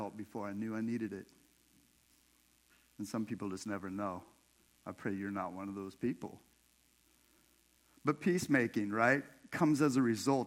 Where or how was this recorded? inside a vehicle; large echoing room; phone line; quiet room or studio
large echoing room